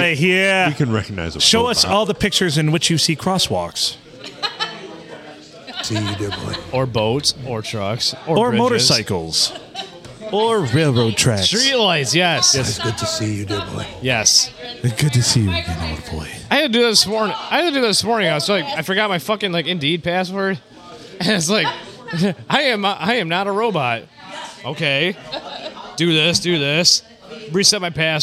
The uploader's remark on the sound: Recorded at the Blue, on a Sunday, in front of actual people!